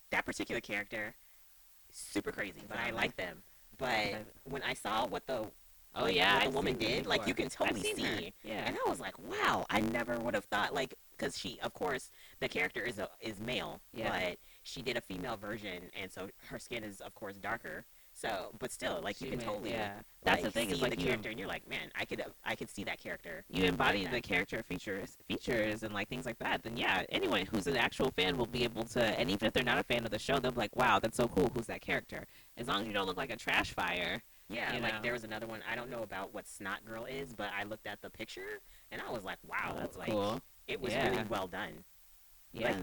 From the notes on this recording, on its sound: Audio degradation is a thing. Learning how to edit your own podcast with no audio experience is both exciting and palpitating.